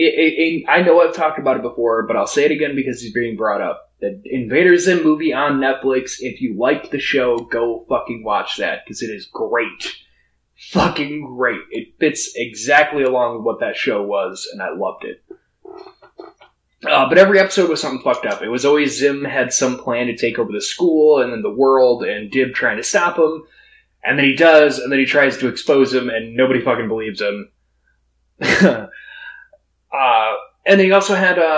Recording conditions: poor sound quality